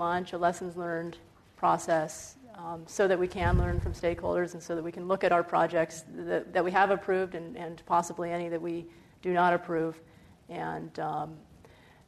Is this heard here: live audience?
yes